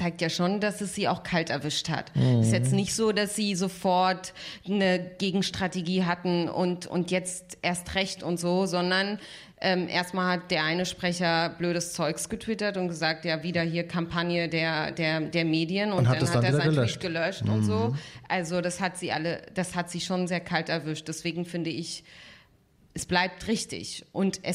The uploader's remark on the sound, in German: Das Gespräch wurde im Rahmen des radioeins und Freitag Salon am 20. Mai 2019 in der Berliner Volksbühne aufgezeichnet.